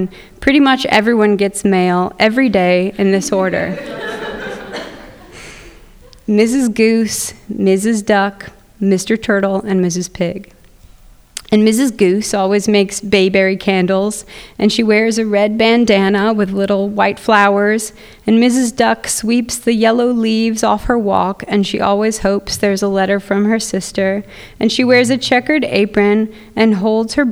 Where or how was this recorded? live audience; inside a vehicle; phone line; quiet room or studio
live audience